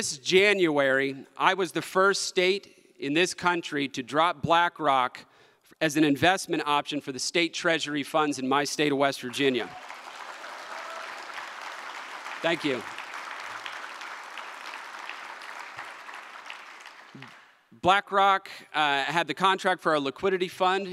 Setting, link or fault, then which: setting, live audience